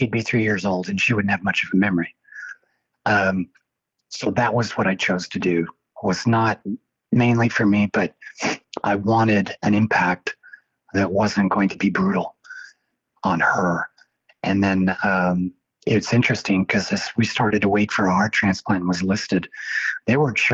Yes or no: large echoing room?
no